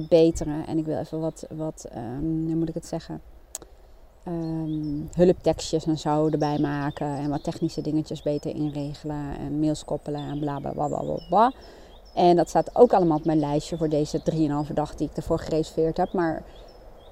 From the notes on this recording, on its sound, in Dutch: Niet door mij maar door de achtergrondgeluiden!